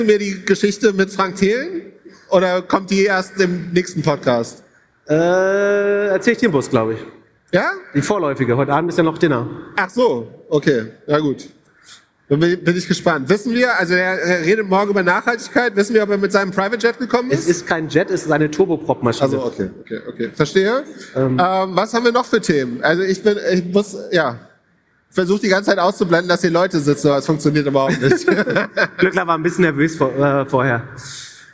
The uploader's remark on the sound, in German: Live vom OMR Festival. In dieser besonderen Folge reden wir live vor einem ~ 5000 Leute Publikum.